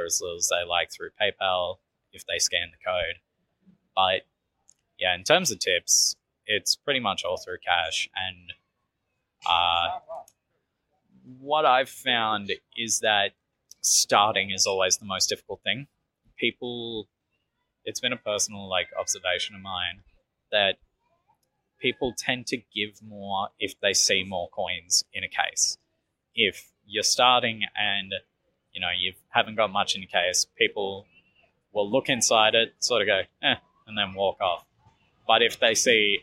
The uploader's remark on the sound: Interview recorded on April 20, 2022 (Bourke Street Mall, Melbourne Central Business District)